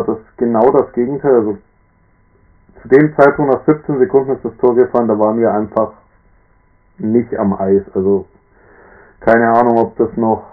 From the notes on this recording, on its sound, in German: Diesmal auf Grund von Terminen wieder allein. Leider nochmal mit Tonproblemen zu kämpfen, auch wenn er das Mikrofon wirklich nicht im Mund hat.